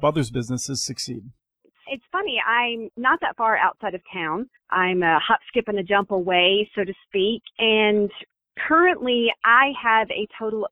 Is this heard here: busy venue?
no